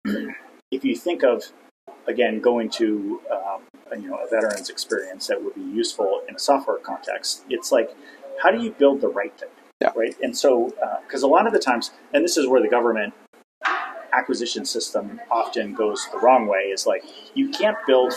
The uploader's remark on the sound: Live from RNDF22